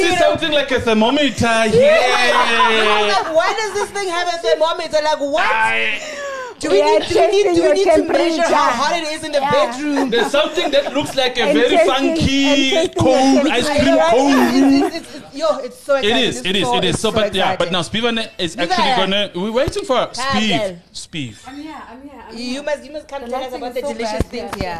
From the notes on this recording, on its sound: This episode was recorded LIVE at The G-Spot Lovestyle adult store in Soweto.